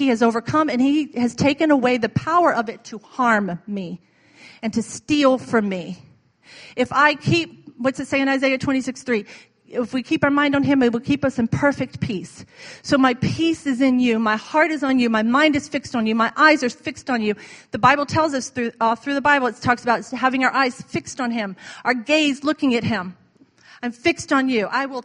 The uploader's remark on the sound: was recorded on Sunday, May 14, 2017 during Sunday morning service at Celebration Life Family Church